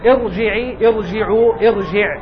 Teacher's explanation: همزات الوصل عموما كسرتها غير أصلية فلا ترقق الراء، تبقى الراء مفخمة